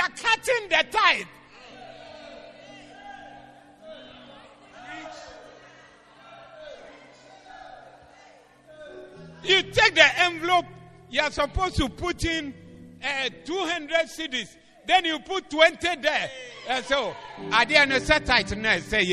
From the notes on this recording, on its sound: Preached at The Proton Convention Day 2 at Berekuso LCI 30032023